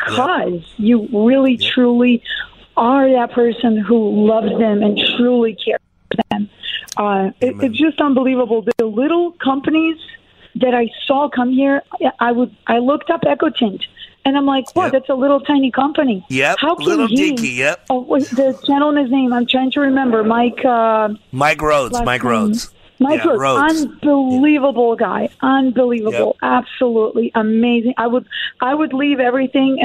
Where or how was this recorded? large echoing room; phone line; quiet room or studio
phone line